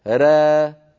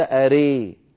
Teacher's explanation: را هذه إمالة قليلة إلى الألف أقرب، ري هذه إمالة بين الألف والياء تماما